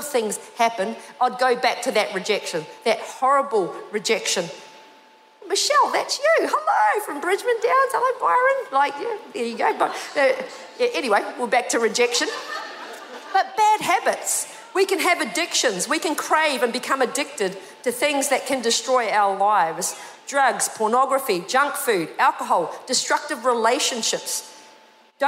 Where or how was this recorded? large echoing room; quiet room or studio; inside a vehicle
large echoing room